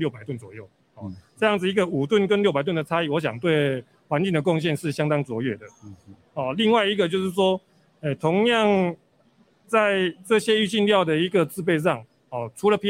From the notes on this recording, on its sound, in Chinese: 本集節目於2022年「台北國際塑橡膠工業展（TaipeiPLAS）」展期間錄製，TaipeiPLAS 2022與「台北國際製鞋機械展（ShoeTech Taipei）」9月27日至10月1日於南港展覽館1館同期舉行。